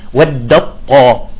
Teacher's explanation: قال تعالى ودت طائفة، هي أصلها ودت طائفة، فتصبح ودت طاء، ذهبت التاء كليا، هذا يسمى إدغام كامل